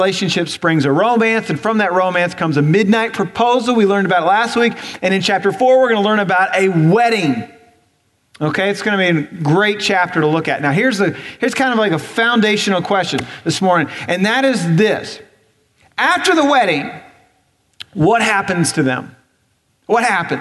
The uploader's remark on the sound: Recorded on November 12, 2017 at Graceland Baptist Church in New Albany, Indiana.